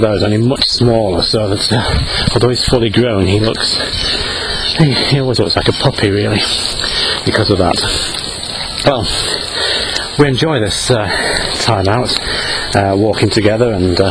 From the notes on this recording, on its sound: while out walking his dog